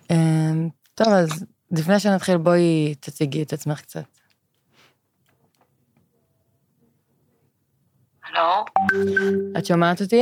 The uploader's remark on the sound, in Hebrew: מתנצלים על איכות השמע, הראיון הוקלט דרך שיחת טלפון.